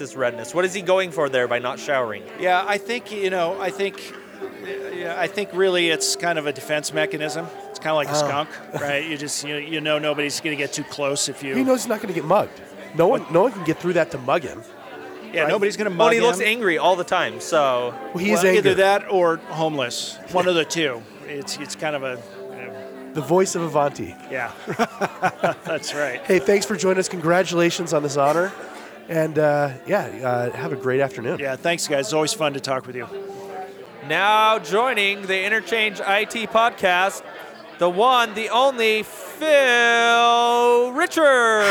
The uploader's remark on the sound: Live from Utah CEO of the Year Awards